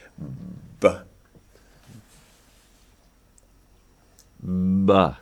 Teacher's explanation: B. Yeah, that we're voicing, building up the voicing behind our lips · Term: pre-voicing